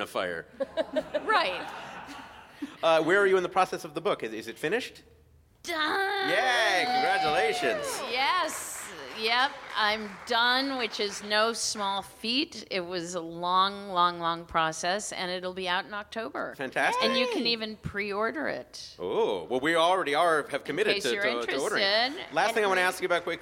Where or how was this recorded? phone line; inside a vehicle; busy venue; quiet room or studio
busy venue